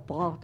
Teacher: Alors, pâte, avec un or comme ça, très, très, très, très profond, et qui fait la différence entre les deux moitiés de la France